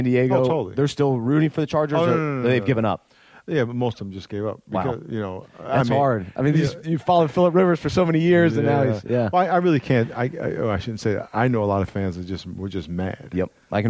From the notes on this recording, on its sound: He was one of the keynote speakers for the ManUp Conference in Charlotte and we talked to him in-person backstage.